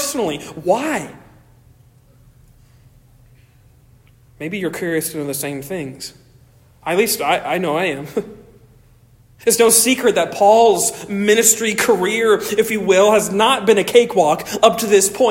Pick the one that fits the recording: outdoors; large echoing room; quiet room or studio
large echoing room